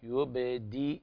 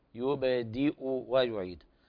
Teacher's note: يبدئ، بيان للكسرة ثم الضمة